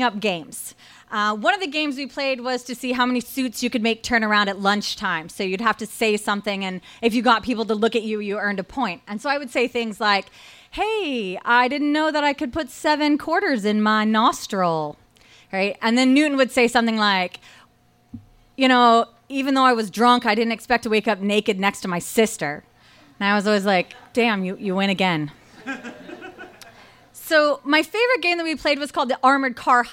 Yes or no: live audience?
yes